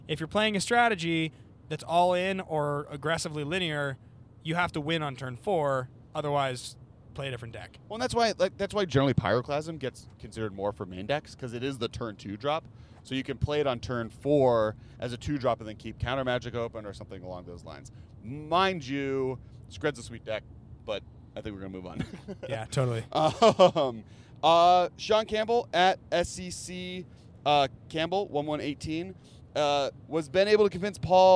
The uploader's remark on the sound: While driving back home through the desert between GP Las Vegas and Los Angeles.